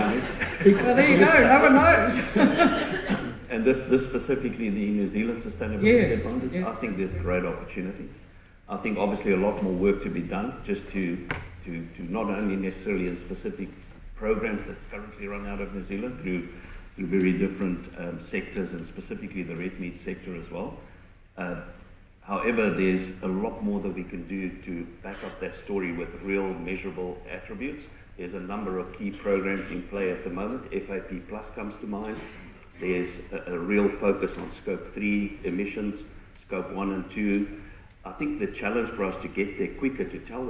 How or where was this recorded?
live audience